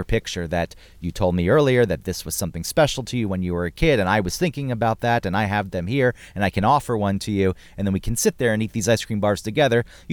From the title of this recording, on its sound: Recording Inside A Snowed In Car In Rural Maine